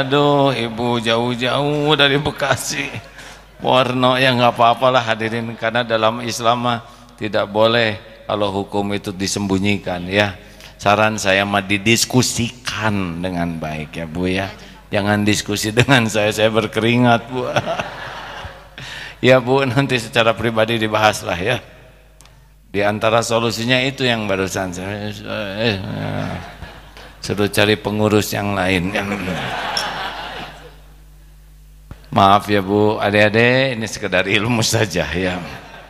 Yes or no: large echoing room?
yes